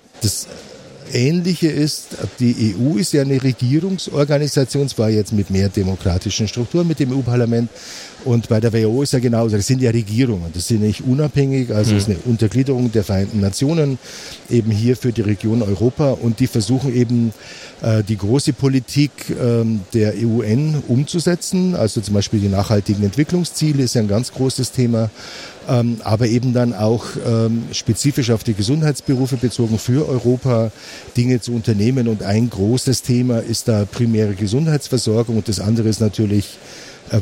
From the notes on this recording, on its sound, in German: Live vom Deutschen Pflegetag. Wir berichten live aus Berlin.